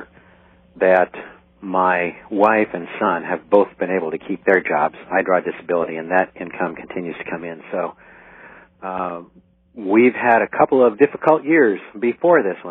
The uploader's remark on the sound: I opened up a phone line to collect stories from you, the listeners.